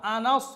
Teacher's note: সেটা আইন না, সেটা হচ্ছে হামজা